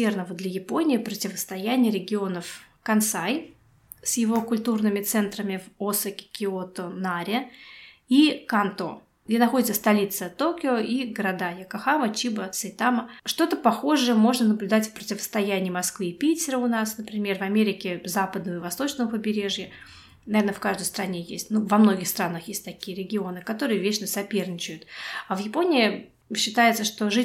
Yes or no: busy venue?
no